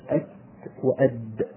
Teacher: كلاهما من نفس المكان، من طرف اللسان مع أصول الثنايا، الثنايا الأثناء في مقدمة الفم، مع أصول الثنايا منابت الأسنان، التاء والدال يخرجان من نفس المكان.